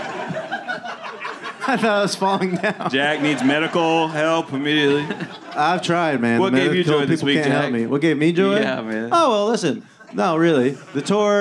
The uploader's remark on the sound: The lads do a live show in LA. Live at The Dynasty Typewriter in Los Angeles.